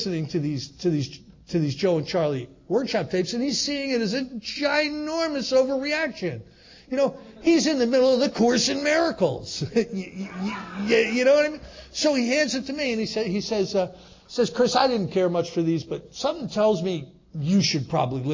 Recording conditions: live audience